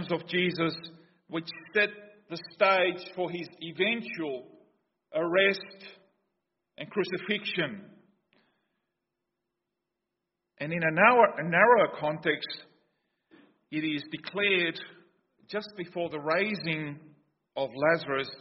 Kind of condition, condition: setting, large echoing room